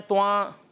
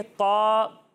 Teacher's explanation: इसे मोटा पढ़ना है, नाक में आवाज़ नहीं ले जानी · Shown in: second take